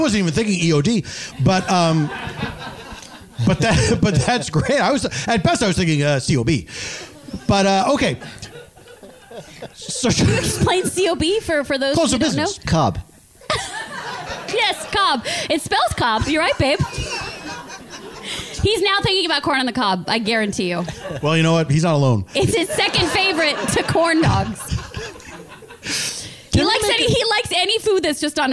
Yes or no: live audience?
yes